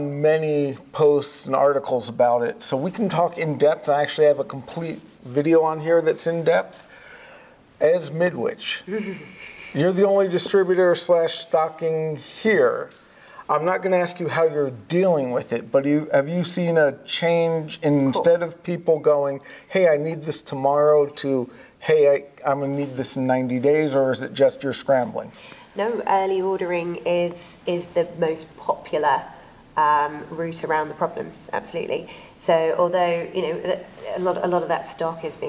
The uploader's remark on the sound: Live From InfoComm 2022. We are live in Las Vegas for InfoComm 2022.